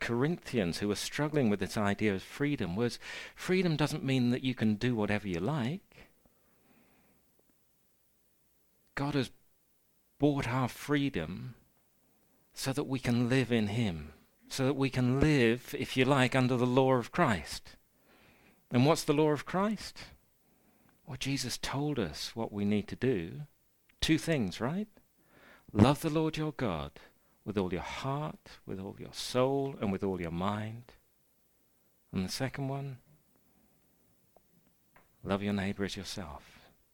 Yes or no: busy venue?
no